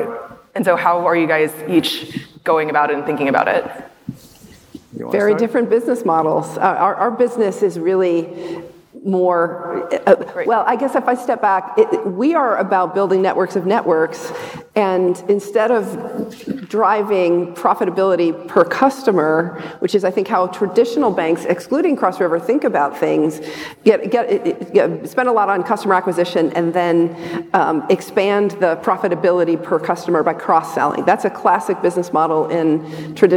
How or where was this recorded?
busy venue